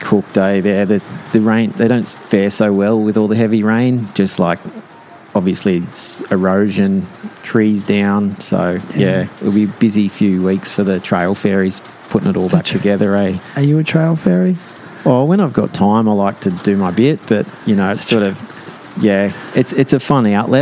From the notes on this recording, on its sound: live and in-person at his store Quay Collective